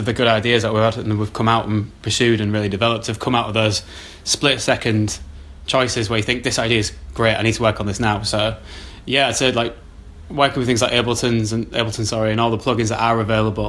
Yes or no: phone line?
no